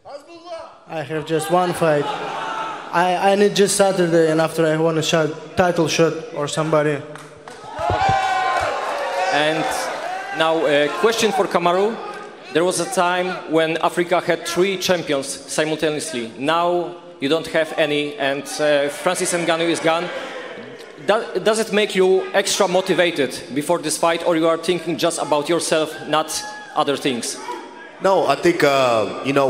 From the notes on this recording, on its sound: Pre-Fight Press Conference